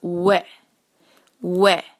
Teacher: ہونٹوں کو گول کیا ایک اور چھوٹی آواز